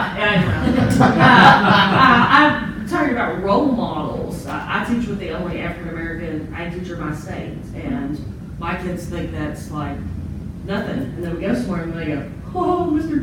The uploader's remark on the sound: ag teachers at the 2018 NAAE Conference